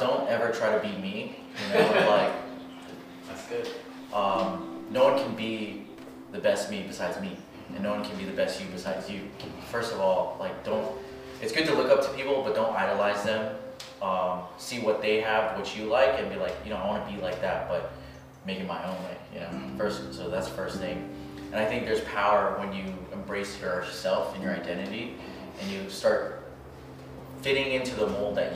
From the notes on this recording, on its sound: We had this interview live in one of his listed properties with several people in attendance. The island of Oahu in Hawaii.